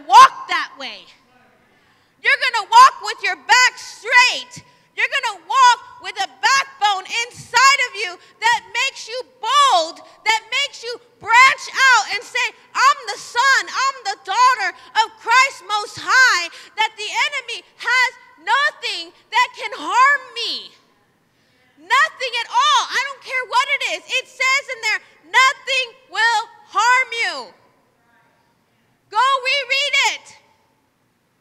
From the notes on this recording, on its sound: Live from Emerging Streams Apostolic Center.